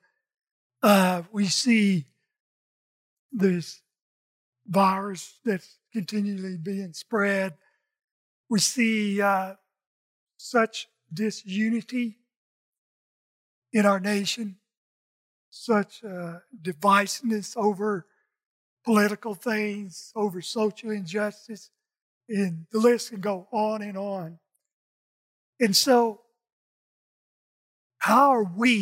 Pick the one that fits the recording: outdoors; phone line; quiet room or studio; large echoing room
large echoing room